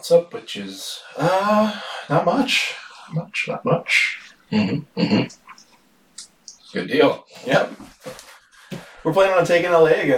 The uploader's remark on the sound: We made an oopsie with the sound on this one.